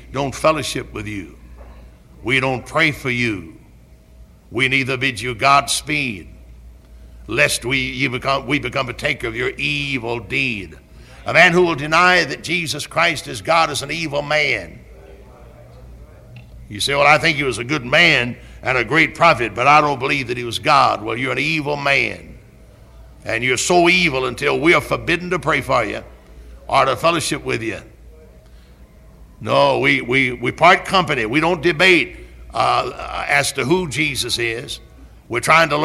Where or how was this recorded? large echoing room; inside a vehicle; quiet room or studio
large echoing room